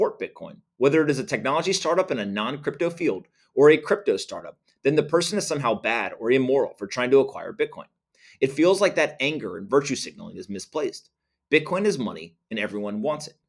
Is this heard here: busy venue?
no